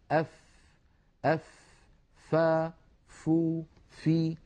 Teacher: الفاء كما تلاحظون أف يتدفق معها الهواء، فهي حرف مهموس لأنها من حروف سكت فحثه شخص. · فالفاء لا تخرج من ظاهر الشفة بل من باطنها